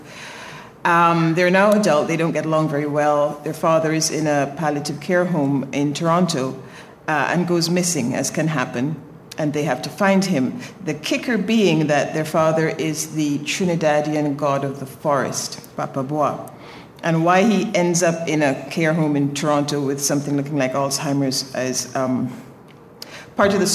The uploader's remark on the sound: Recorded before a live audience of Out Of Excuses Workshop & Retreat attendees. This episode was engineered aboard The Independence of the Seas.